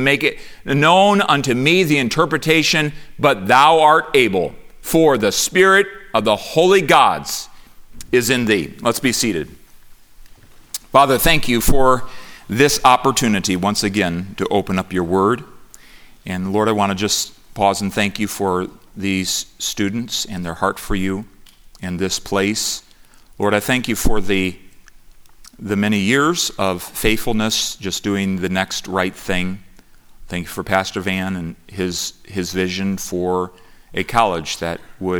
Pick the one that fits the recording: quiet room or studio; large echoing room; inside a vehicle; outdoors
large echoing room